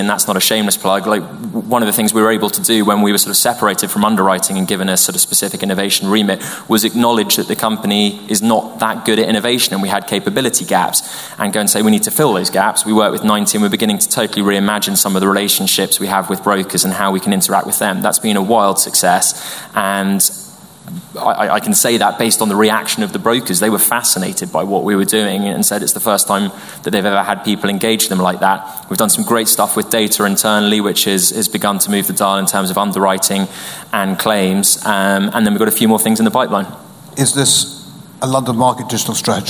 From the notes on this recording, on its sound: We're back in the Steelyard for our autumn season of evening events. From the first half of our Reverse Pitch event on 24 September.